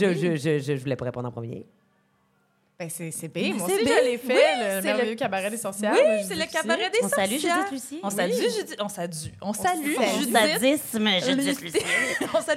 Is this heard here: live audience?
yes